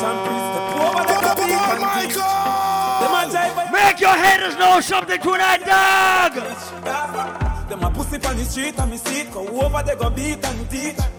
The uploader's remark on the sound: LIVE AT ISLAND SATURDAYS ON SEPT 7TH